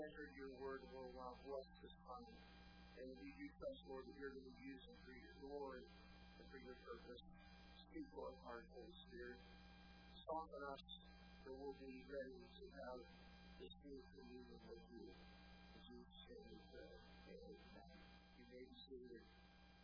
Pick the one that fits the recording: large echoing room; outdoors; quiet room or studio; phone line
large echoing room